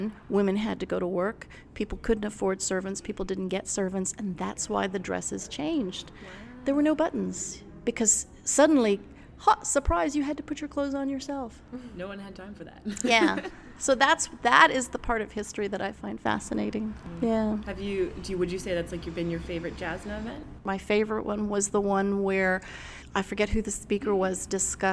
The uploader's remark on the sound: Interviews at the JASNA Southwest Spring Meeting. Report LIVE (somewhat) from the Jane Austen Society of North America Southwest conference.